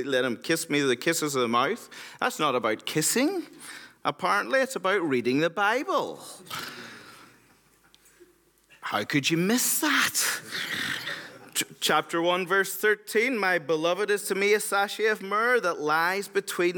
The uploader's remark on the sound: episode from the Christ Centered & Clear Conference in Glenrothes, Scotland